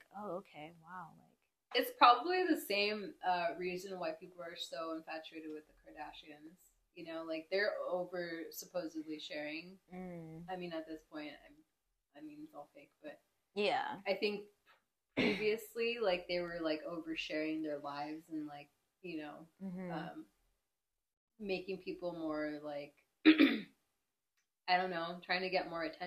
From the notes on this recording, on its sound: I know I sound far from the mic.